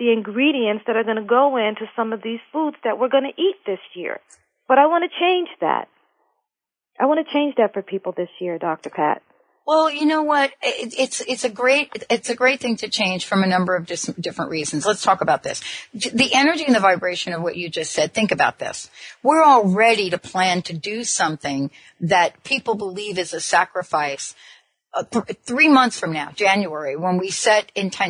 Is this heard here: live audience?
no